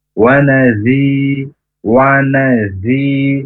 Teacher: nazinya huruf zal ujung lidah ke ujung gigi atas ya, tidak nempel.